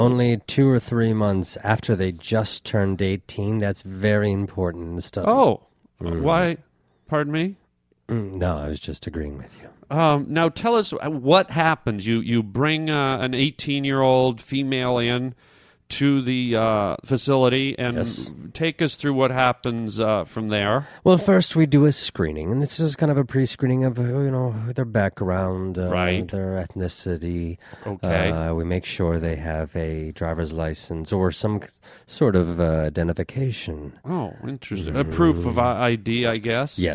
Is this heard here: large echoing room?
no